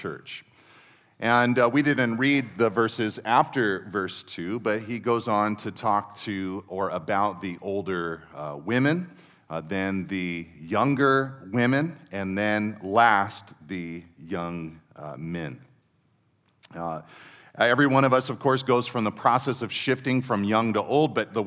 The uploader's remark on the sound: Second session at our 2023 Men’s Conference